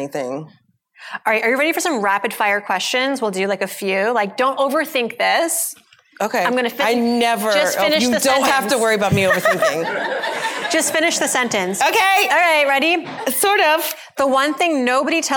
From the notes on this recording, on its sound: Taped earlier this summer in front of a live audience at the Midnight Theatre in Manhattan.